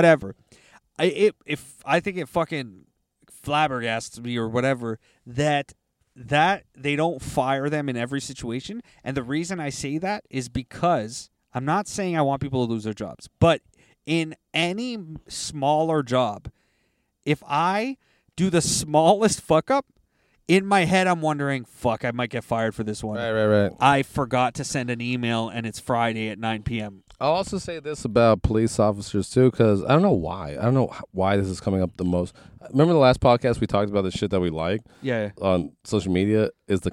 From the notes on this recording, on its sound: In this carcast